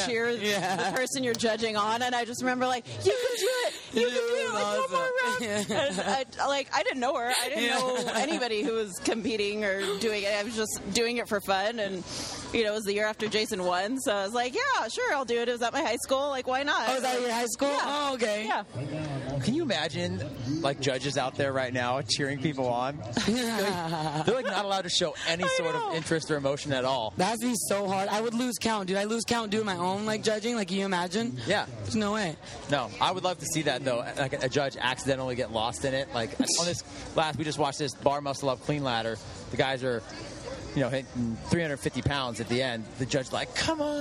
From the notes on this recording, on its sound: while at the CrossFit Games